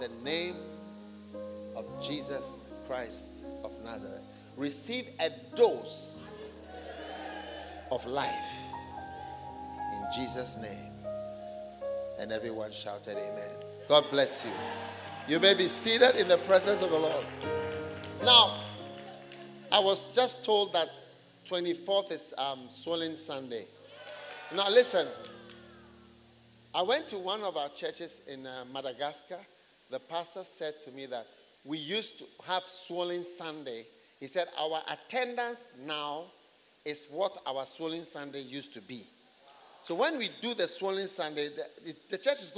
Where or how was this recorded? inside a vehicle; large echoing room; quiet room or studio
large echoing room